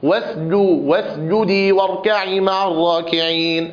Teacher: السين مهموسة رخوة، فيها شيء من الضعف وإن كان فيها صفة الصفير، ولكن الجيم شديدة مجهورة